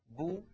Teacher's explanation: لو صاحب ذلك انضمام للشفتين لانضمت الباء بو، ودون أن يصاحب ذلك انخفاض للفك السفلي لأنه لو صاحب ذلك انخفاض للفك السفلي لانكسرت الباء بي.